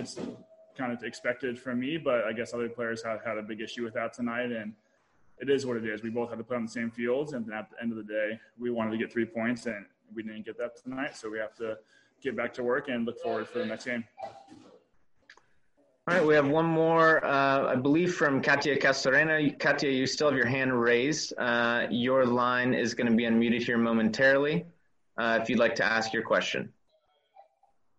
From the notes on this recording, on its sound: LA Galaxy Press Conference after the Galaxy draw against San Jose Earthquakes.